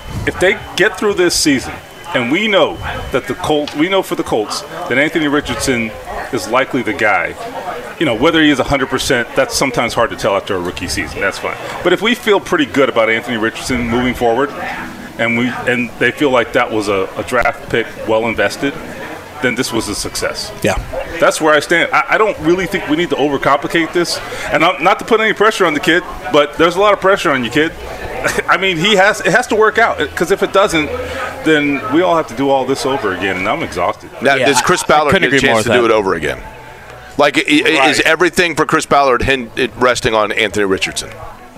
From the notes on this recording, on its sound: Join us at Colts Camp. Joins us at Colts camp.